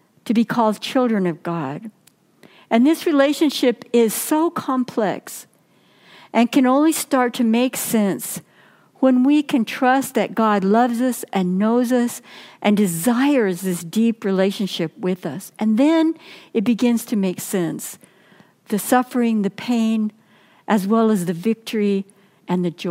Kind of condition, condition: setting, large echoing room